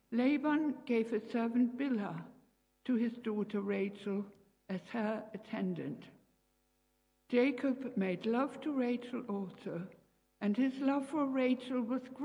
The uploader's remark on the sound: Live. Christ Church, Bayston Hill (UK).